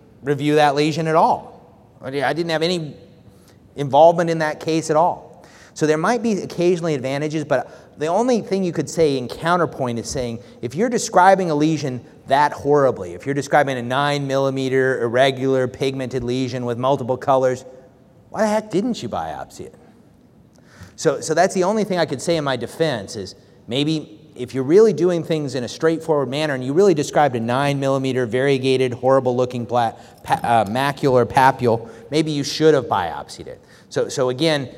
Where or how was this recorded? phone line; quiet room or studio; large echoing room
large echoing room